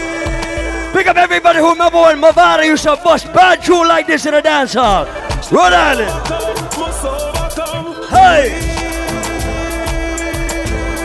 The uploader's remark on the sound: LIVE AT ISLAND SATURDAYS.